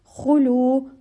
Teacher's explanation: Lad, make sure there should be an echoing sound. Khulu, kha is from the upper part of the throat, and make sure there is a difference between qaf and kha.